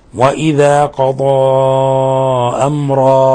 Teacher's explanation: فهنا أمرا لما وقفنا عليها بسموه تنوين عوض فهذه أبدلت ألفا مقدار حركتين بدل هذا التنوين. وإذا قضى أمرا إذا وقفنا إذا وصلنا لابد من إيش من الإخفاء بما بعده.